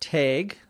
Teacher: I pronounce it tag because that's a very Minnesotan way of pronouncing it, with a long A